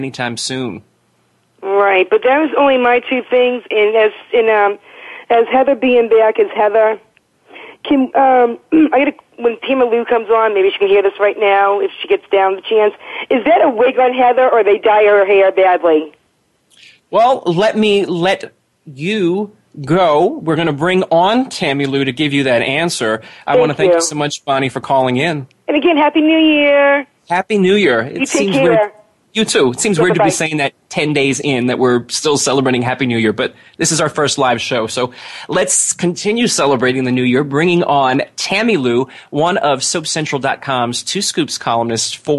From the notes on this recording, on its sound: We're opening the phone lines for fans to call. Soap Central Live airs every Friday at 6pm Eastern/3pm Pacific on the Voice America Talk Radio Network.